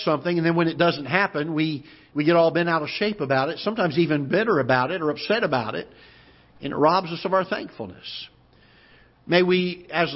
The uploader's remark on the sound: Ketha Heights Baptist Church ~ Live Broadcast